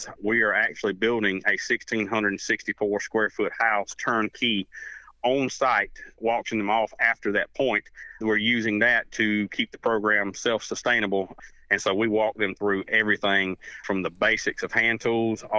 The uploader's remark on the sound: So today, we have on the phone the director of that program. The Building Construction Program Director at Midlands Technical College in Columbia, S.C.